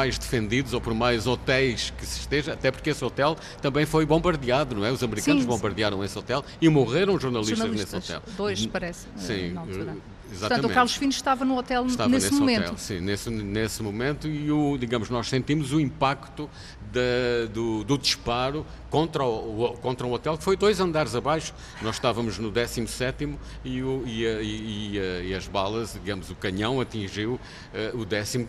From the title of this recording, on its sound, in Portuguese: em direto do Festival Literário da Madeira